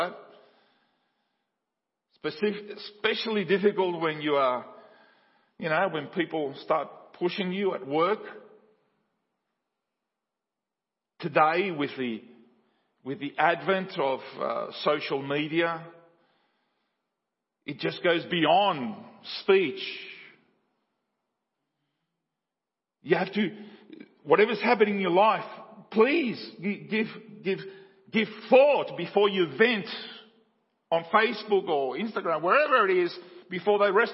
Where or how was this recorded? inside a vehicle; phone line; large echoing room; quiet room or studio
large echoing room